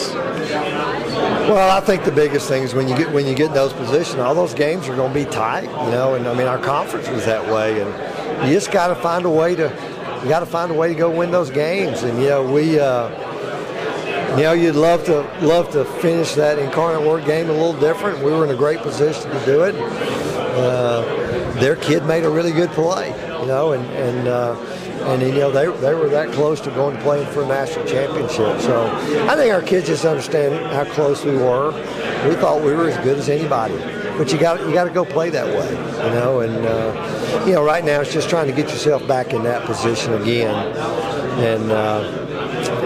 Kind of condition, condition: setting, busy venue